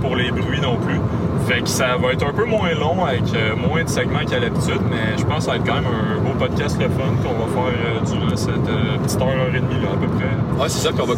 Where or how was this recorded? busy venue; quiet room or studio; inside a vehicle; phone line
inside a vehicle